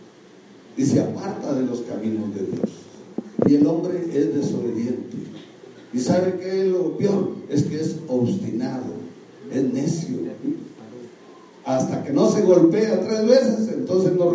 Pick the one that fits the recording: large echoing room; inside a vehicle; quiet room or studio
large echoing room